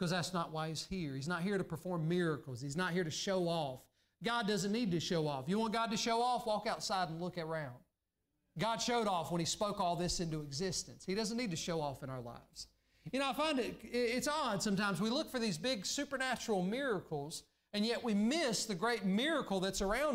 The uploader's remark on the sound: during the Sunday morning service on April 4, 2023, at Southside Baptist Church in Mount Airy, NC.